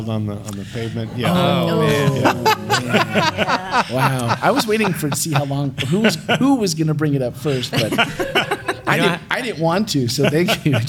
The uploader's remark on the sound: Church Retreat 2023. This episode was taped live on Saturday afternoon, March 25th, in front and with the participation of retreat attendees in the ‘A-Frame’ at Camp Kulaqua in High Springs, FL.